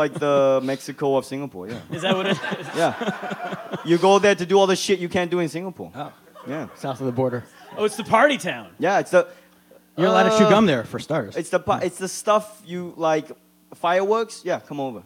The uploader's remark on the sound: live podcast, recorded at the legendary Stand Up NY comedy club on the Upper West Side of Manhattan